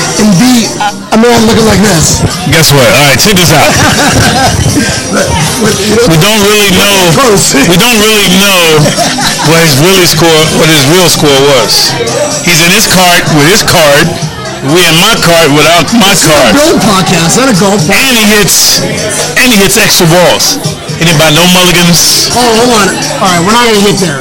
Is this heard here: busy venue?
yes